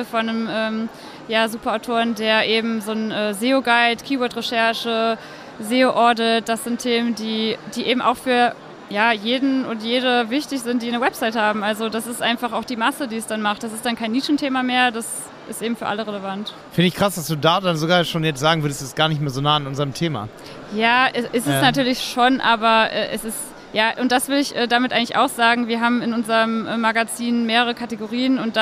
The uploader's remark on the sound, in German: live und direkt auf der OMR 2022